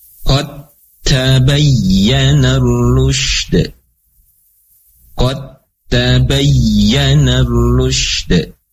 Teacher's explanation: Maka huruf dal masuk ke dalam huruf yang kedua, yaitu huruf ta. Ya. Tidak dibaca kode lagi, tidak ada apa namanya makhraj atau sifat dari dal, tetapi langsung masuk ke dalam huruf ta.